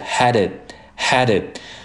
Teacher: We had it for dinner.这里面有一个半音 t，，we hadit，hadit。那这个 had 和 it 进行连读的时候，首先这个 had 的这个的变成了一个 flapt，用舌尖跳动的方式